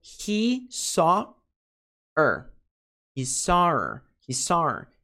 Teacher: Her, sem o H, fica her.